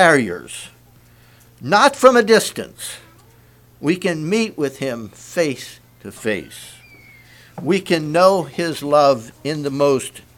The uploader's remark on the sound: Message preached at Word Of Hope on Sunday Evening.